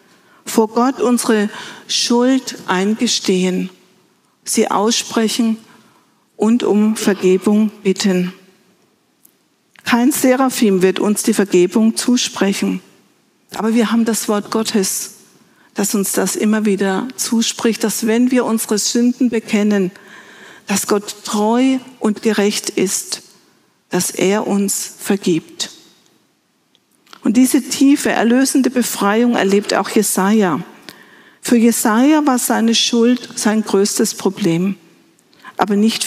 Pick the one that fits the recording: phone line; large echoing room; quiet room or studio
large echoing room